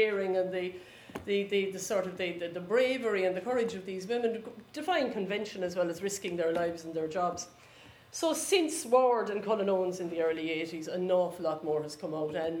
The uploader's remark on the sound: The Launch of 'Trinity in War and Revolution 1912-1923' was preceded by an expert panel discussion in the Printing House, Trinity College Dublin, at 6.30pm on Monday December 7th 2015.